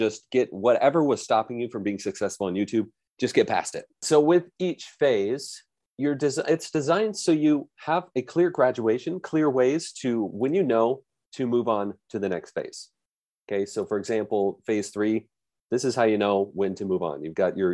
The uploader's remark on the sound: we’ve turned the audio from the YouTube System webinar into a podcast